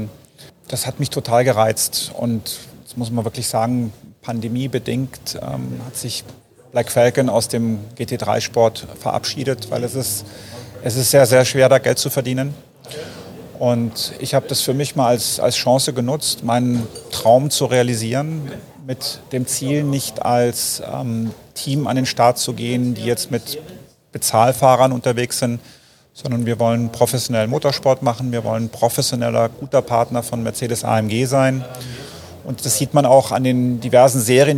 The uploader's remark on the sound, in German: Live von der Rennstrecke!